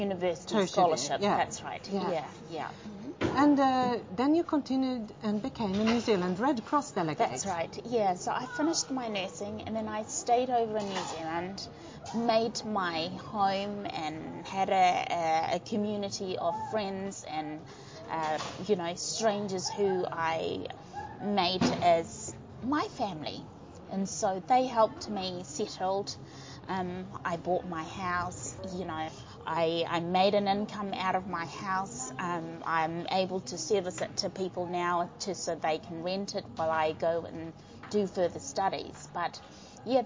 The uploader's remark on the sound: Caught up with the NZ Red Cross delegate and writer at the 7th Melanesian Arts & Culture Festival in Port Vila, Vanuatu. Enjoyed kava & poetry at Alliance Française.